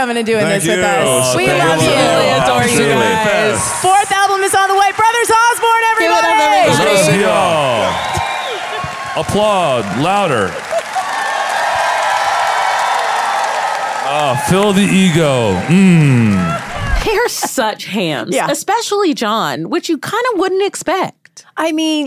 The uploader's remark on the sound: joined us live from CMA Fest